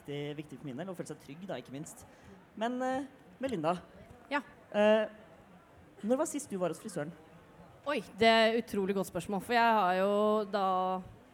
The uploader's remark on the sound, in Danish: LIVE fra Pride!